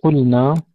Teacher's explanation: اللام الساكنة عندما يأتي بعدها نون في نفس الكلمة، ننتبه ألا نلغم اللام في النون، لا نقول قلنا ولا نقول قلّا، قلنا نفصل اللام عن النون.